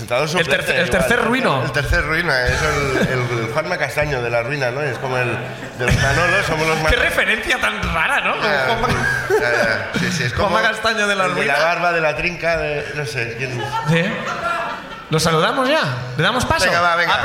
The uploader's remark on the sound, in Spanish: La Ruina desde Palma. El público de Palma nos explica sus ruinas.